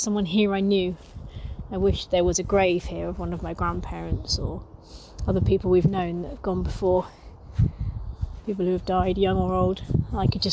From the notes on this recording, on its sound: As I wandered around our local one I recorded my thoughts out loud to share with you. Down to the local church graveyard with me, where I recorded a few of my musings (with added wind noise, which I've found a way to correct for next time!).